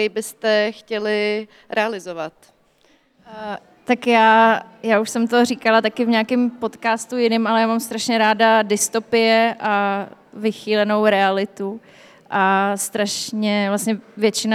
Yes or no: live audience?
yes